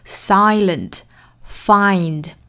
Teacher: 那有一个双元音哈，注意一定要发音到位，就是 find，包括第一句的这个 silent，不要读成 sigh，应该是 I，口型要张大